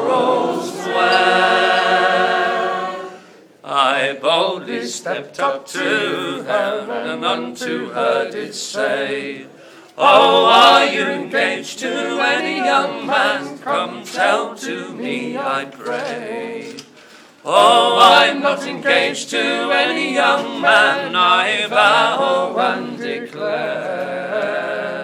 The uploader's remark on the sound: A bonus live track recorded last night at The O’Reilly Theatre, Oxford.